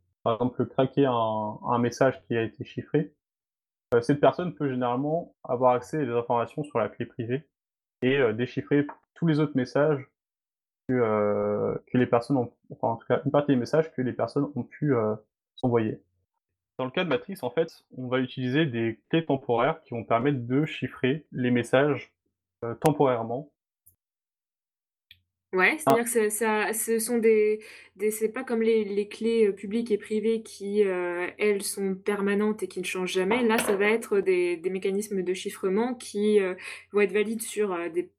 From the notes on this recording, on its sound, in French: Émission enregistrée le 14 mai 2020 sur Mumble, dans le salon La voix est libre du serveur de Picasoft.